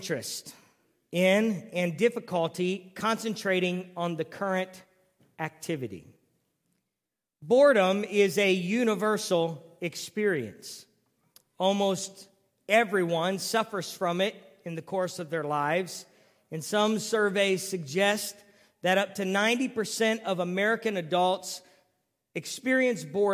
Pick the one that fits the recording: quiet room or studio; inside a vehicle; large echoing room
large echoing room